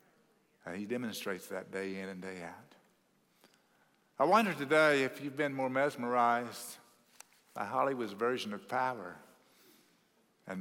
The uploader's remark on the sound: at Cross City Church in Euless, TX